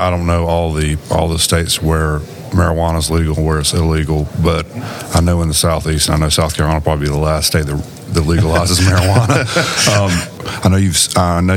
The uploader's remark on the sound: in an interview recorded at the 2023 South Carolina Trucking Association's Annual Meeting